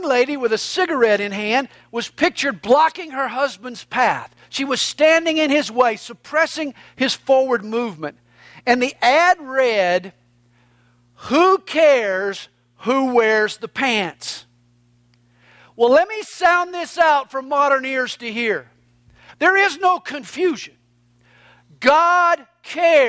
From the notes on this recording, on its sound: These messages are recorded live during the Sunday Morning service at CalvaryCSM located in Lilburn, Georgia.